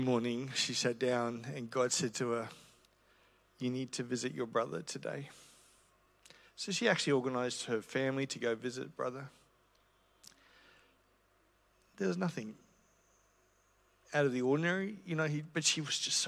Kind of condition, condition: setting, large echoing room